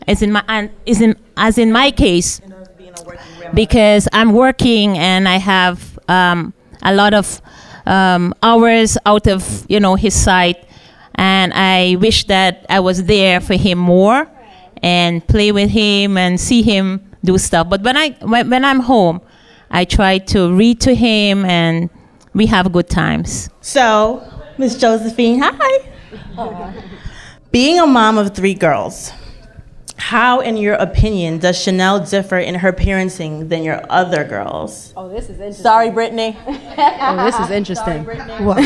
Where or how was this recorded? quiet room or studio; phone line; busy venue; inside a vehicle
busy venue